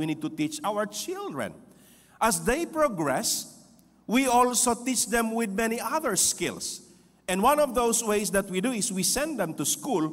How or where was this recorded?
large echoing room